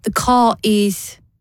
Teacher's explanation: det her fenomenet her da at man uttaler R I akkurat de her omgivelsene her kalles for linking R